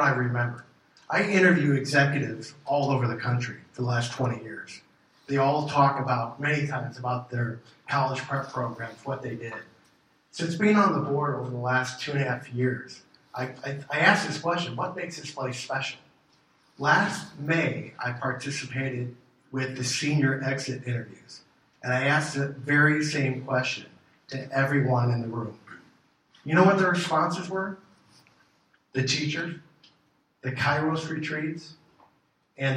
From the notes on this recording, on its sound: gives the keynote talk at the January State of the CAT meeting